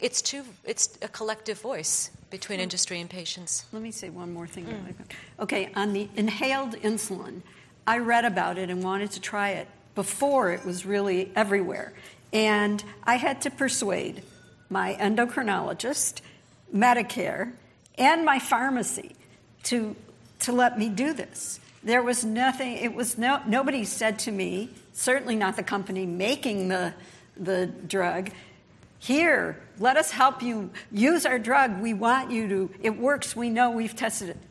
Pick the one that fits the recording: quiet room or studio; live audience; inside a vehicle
live audience